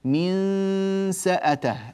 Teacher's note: النون تأخذ شكل السين في فمي، فمي يأخذ شكل الحرف التالي. · Term: الإخفاء